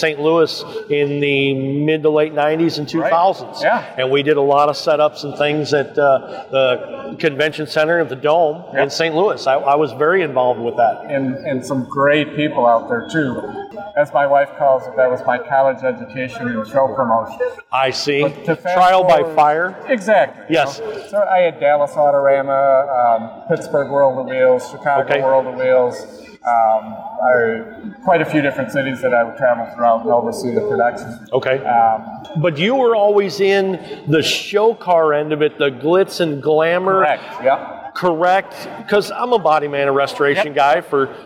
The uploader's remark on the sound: LIVE In The Racing Junk Booth At PRI. LIVE from the PRI floor. A HUGE THANKS to Racing Junk for hosting the Get Out N Drive Podcast in their booth!